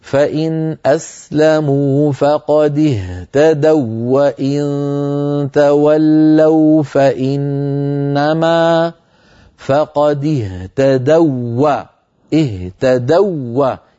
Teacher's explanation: نحن وقفنا، لكن لو وصلنا فيجتمع في النطق واوان، الواو الأولى واو لينية، والواو التي بعدها واو متحركة مفتوحة، فلا بد من إدغام الواو في الواو، ويكون حينئذ النطق هكذا: فإن أسلموا فقد اهتدوا وإن تولوا فإنما، فقد اهتدوا اهتدوا، يكون النطق بواو مشددة، فلينتبه إلى ذلك.